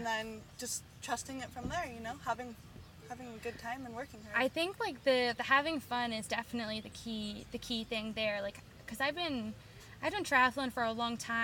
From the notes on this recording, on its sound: a special outdoors edition of This Dirt Life, post race at Fontana for the KMC Chain SRC Winter Series